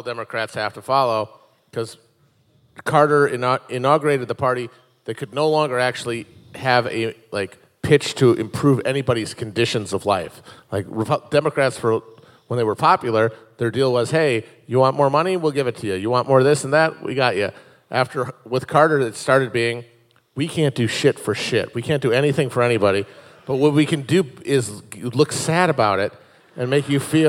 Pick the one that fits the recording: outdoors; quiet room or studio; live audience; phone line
live audience